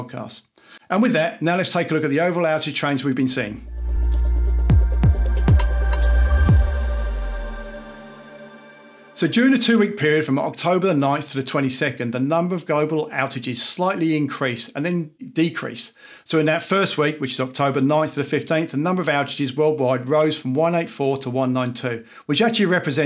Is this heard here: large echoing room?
no